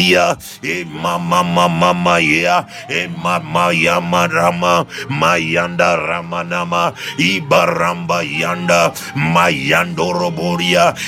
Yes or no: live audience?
no